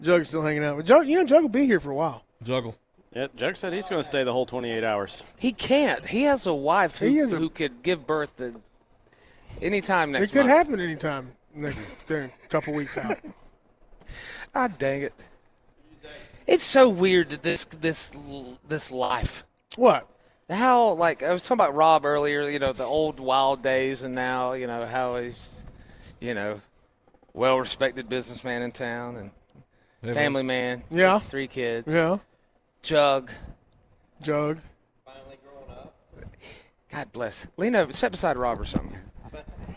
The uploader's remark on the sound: WE ARE LIVE IN HOUR THREE FROM THE LEO SANTA TOY DRIVE AT BON SECOURS WELLNESS ARENA